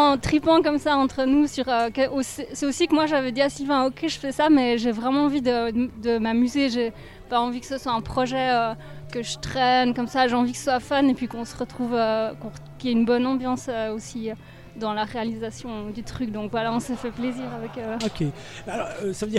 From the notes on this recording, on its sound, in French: Émission en plein air (!) et en public depuis l'Îlot13 à Genève le 15.12.2018